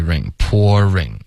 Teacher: 第一是 pour 结尾加一个儿化音